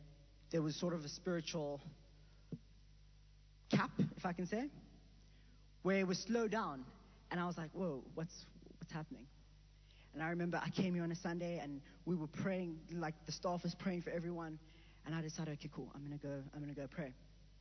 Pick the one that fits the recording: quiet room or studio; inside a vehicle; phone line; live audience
live audience